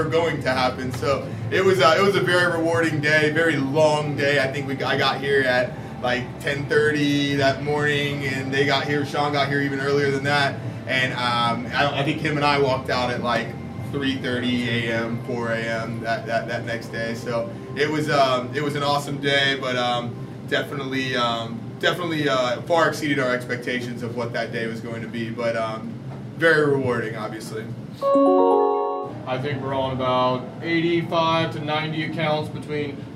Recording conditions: busy venue